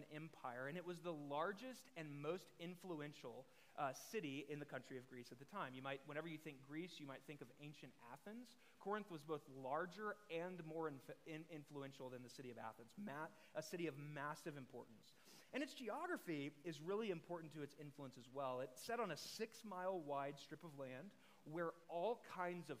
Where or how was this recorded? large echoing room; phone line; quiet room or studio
large echoing room